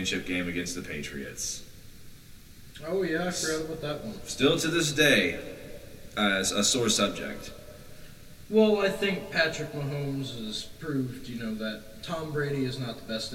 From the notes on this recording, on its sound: completely f*ck their sound up